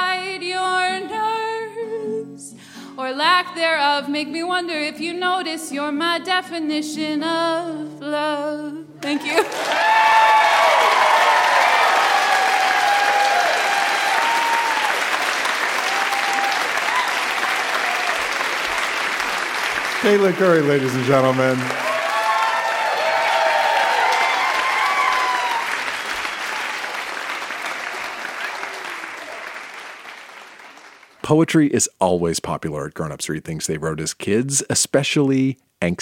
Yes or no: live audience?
yes